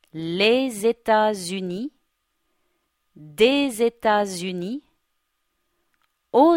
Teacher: have two liaisons, one at the beginning, Zeta, one in the middle, Zuni